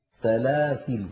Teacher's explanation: هذه الكلمة سلاسلة فيها عند الوقف وجه زائد على أخواتها، وهو حذف الألف عند الوقف